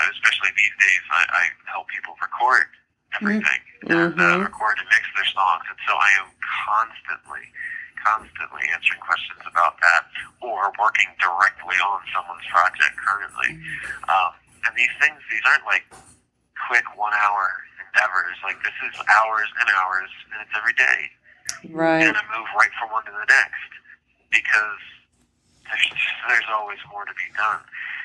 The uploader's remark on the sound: phone interview